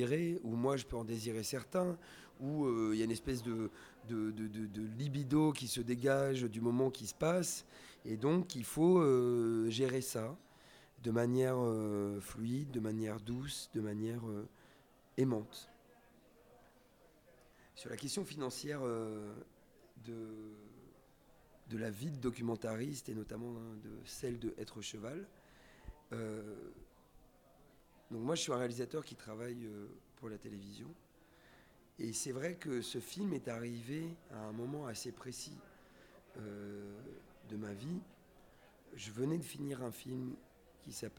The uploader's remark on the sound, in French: au cinéma Nova le 14 Novembre 2016 durant le festival Pink Screens